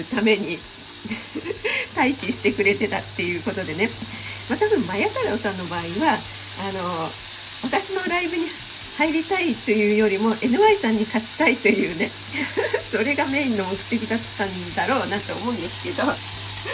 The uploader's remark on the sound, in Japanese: 朝LIVE。肉巻き作りながら前半はどうでもイイ美容院の雑談。エンボス手袋で肉を巻く音がガサガサうるさいです。